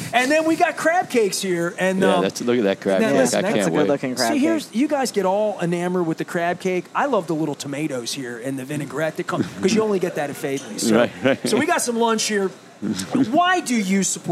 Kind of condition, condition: setting, busy venue